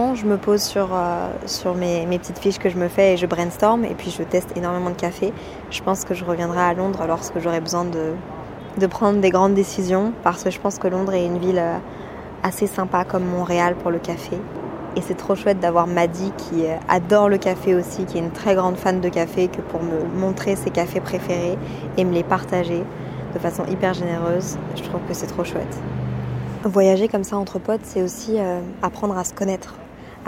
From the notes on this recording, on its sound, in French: Lorsque je voyage, je prends l'habitude de prendre mon micro, de l'allumer, de me balader et de vous parler. Entre 2 cafés, des bruits de talons, et le brouhaha de la ville, je vous emmène dans mes pensées, à Londres.